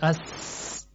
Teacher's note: در بعضی از حروف مثل سین اس حالت احتکاک سایش زیاد هست که بهش میگن صفیر